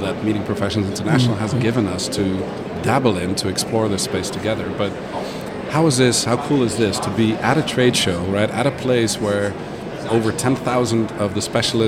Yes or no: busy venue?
yes